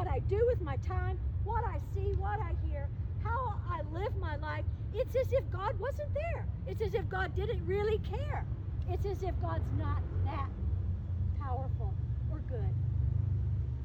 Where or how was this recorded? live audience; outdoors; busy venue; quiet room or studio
outdoors